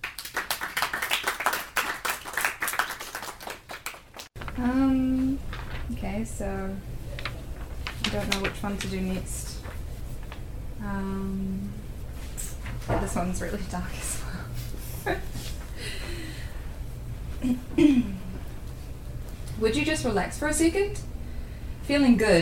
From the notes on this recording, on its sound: Stories and poetry from the UC PostGrad Students Association Open Mic Event